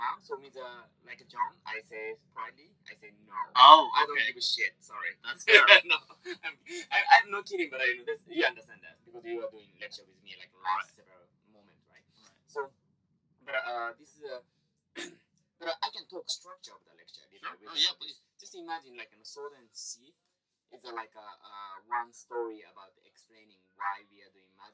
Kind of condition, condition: fault, sounds in the background